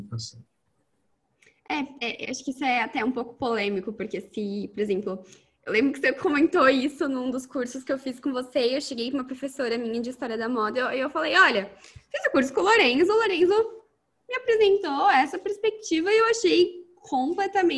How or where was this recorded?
video call